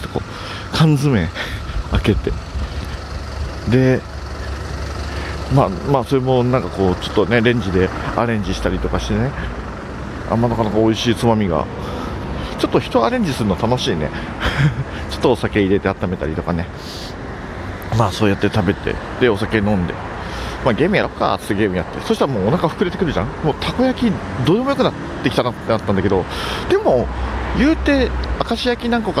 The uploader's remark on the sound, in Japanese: 2020年2月ごろに録音したお蔵出し音源をサルベージ！外を歩きながら。